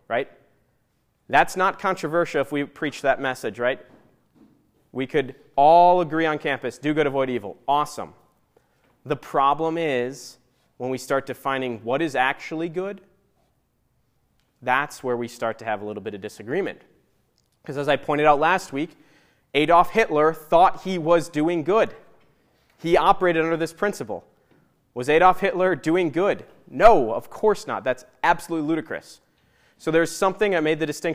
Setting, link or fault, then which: setting, live audience